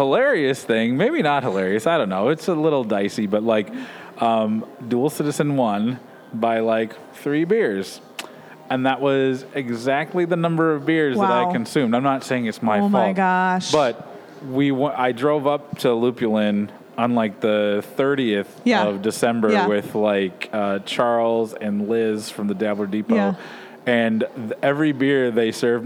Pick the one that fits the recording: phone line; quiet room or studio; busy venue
busy venue